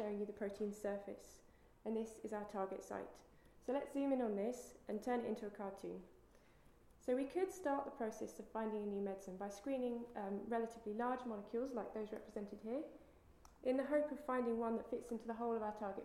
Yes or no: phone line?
no